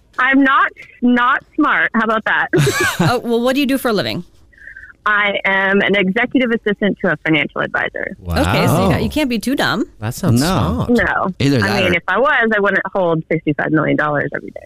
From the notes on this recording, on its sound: A Phone Prank